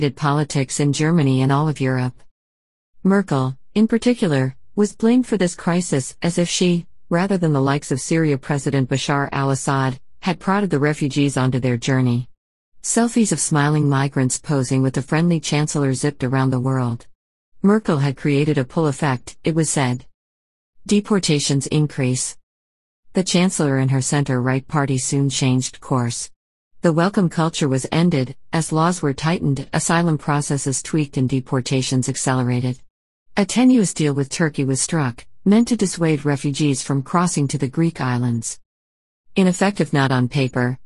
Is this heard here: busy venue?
no